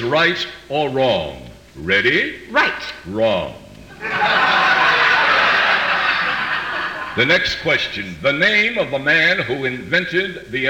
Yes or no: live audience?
yes